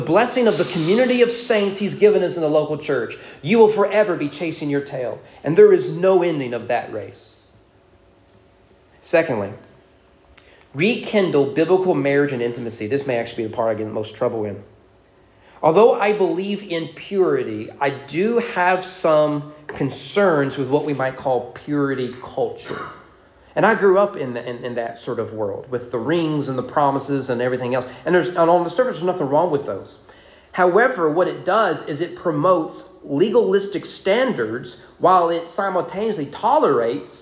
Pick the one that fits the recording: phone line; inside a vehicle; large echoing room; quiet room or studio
large echoing room